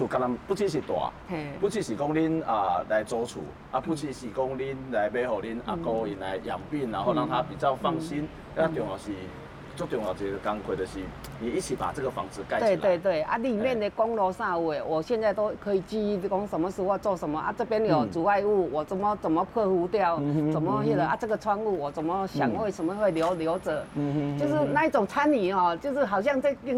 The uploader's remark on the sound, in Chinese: 本集節目因於鐵軌旁錄製，環境音會比以往節目大，請聽眾朋友諒解。